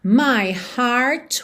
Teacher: nesse final, ela mantém mesmo o som do T